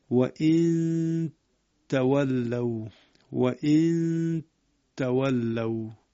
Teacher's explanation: مورد بعدی در سوره مبارکه هود آیات 3 و 57 و این تولو، باز اینجا دقت بفرمایید، نون ساکن هست به ت رسیده و باید اون اخفایش باقی بماند، می شود و این تولو و این تولو.